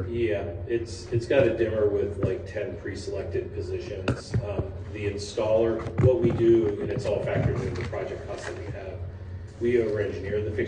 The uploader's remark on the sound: NewtownPA Board of Supervisors public meeting. This is an audio recording of the presentation and Q&A session that followed.